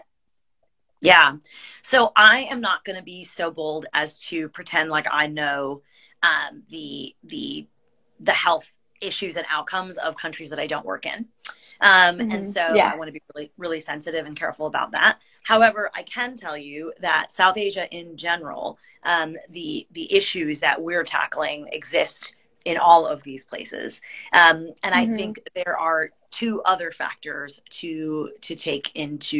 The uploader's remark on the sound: a special Instagram live